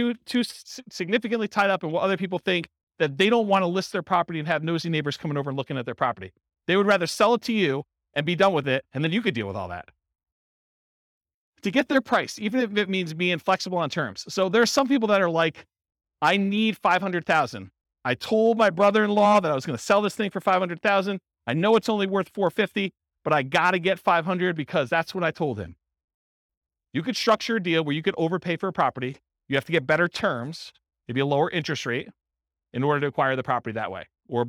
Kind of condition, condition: setting, live audience